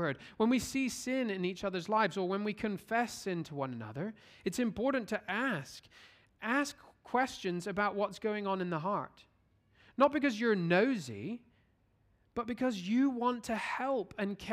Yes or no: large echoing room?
yes